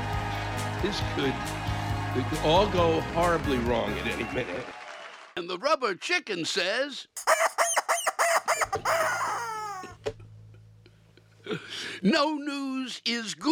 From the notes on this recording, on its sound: The live rants come from this past weekend’s shows. Packard Music Hall in Warren, OH and the Victoria Theatre in Dayton, OH.